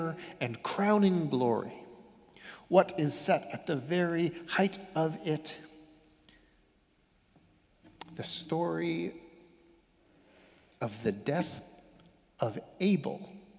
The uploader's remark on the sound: Sermons from Old South Church in Boston